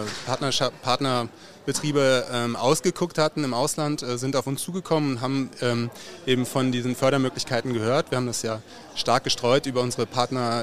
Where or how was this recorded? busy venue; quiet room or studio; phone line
busy venue